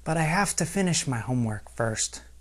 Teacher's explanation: I want to play tennis, and my intonation falls at the end of the second clause · Term: falling intonation